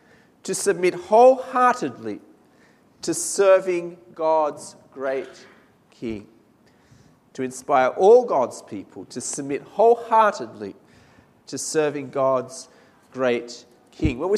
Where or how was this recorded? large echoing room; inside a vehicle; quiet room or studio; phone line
large echoing room